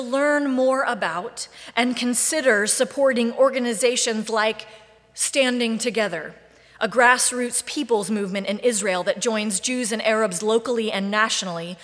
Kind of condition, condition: setting, large echoing room